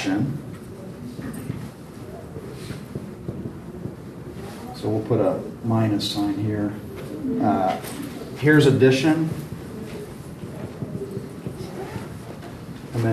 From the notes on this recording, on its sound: This episode is from Exponential, recorded at the National Disciple Making Forum.